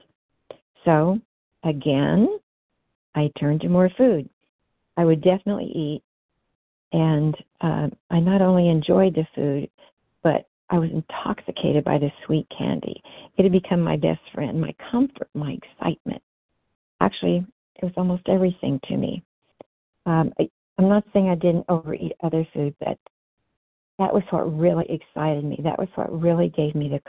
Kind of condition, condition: link, phone line